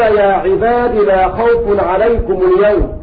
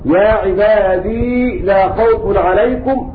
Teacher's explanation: حذفوا الياء وصلا ووصفا · Shown in: first take · Term: الحذف